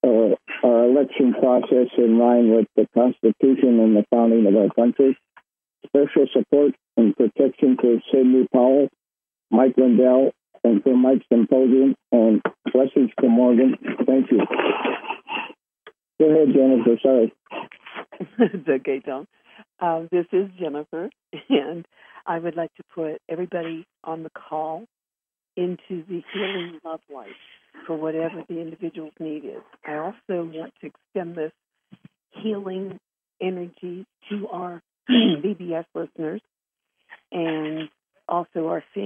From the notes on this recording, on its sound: Conference Call LIVE